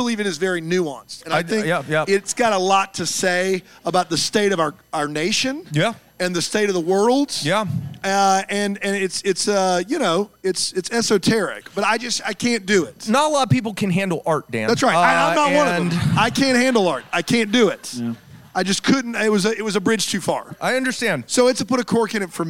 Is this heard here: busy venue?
yes